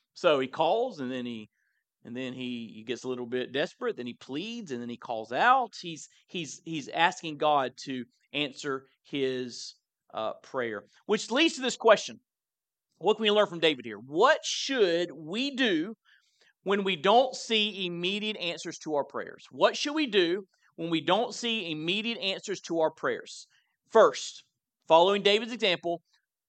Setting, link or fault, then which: setting, large echoing room